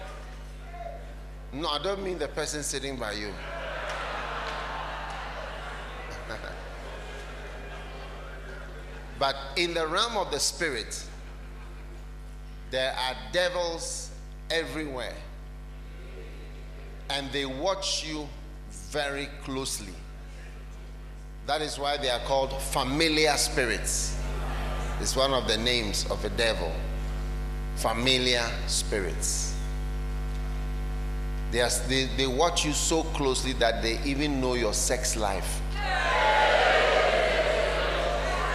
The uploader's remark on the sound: Preached at the Identifying Dangerous Enemies Conference, Kenya